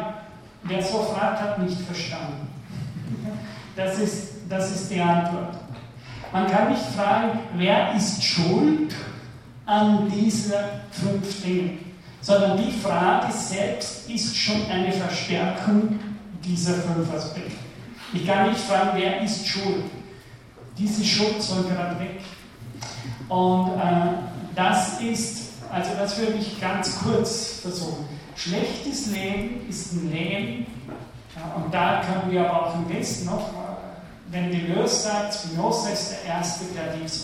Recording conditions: large echoing room